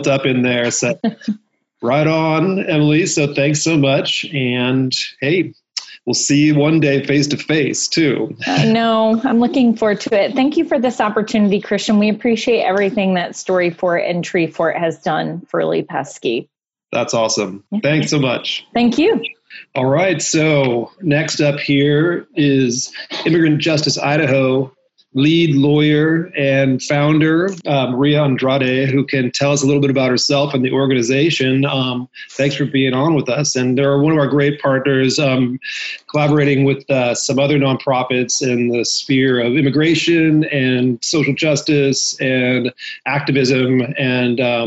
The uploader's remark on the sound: Our team hopped on Zoom to check-in and see what's new.